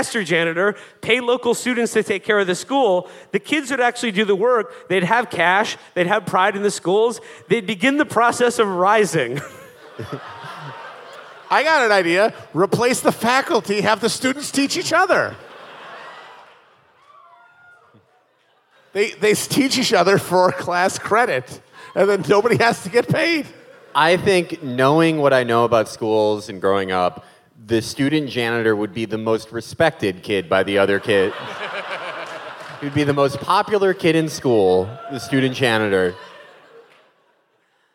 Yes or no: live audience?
yes